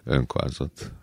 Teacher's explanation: És kialakulnak ilyen egész különös magánhangzók, tehát ami az önkázatban van, igen, ott az az ő á, összeolvadt ő á, az valami egészen magyarul amúgy nem létező magánhangzó